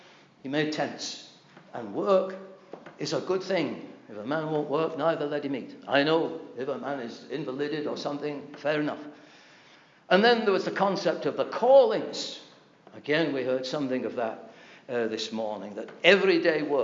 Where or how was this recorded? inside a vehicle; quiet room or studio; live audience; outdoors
live audience